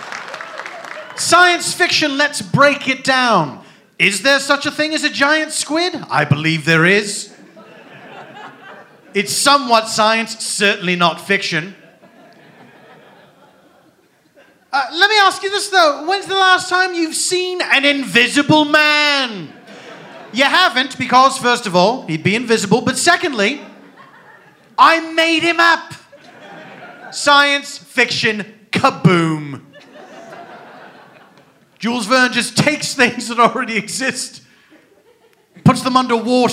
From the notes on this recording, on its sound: A special traveling edition of The Dead Authors Podcast. Recorded Live at The Bumbershoot Festival in Seattle, WA.